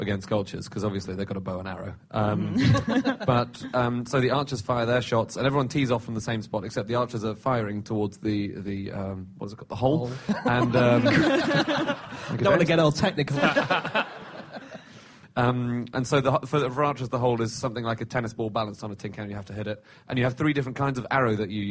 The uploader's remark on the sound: Live from The Edinburgh Festival